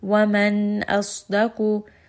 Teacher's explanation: I am not going to merge it. I'm not going to bring it up into the nose unnecessarily. Just say a very clear noon sound. · Term: idhar